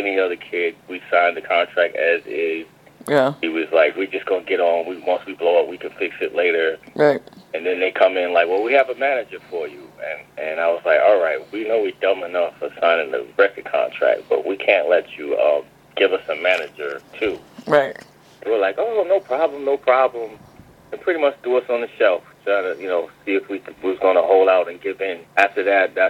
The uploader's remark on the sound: phone interview clip